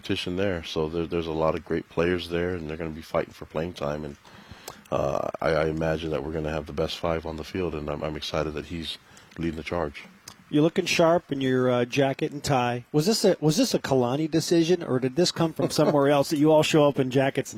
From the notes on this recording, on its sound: BYUSN is live at the Big 12 Media Days.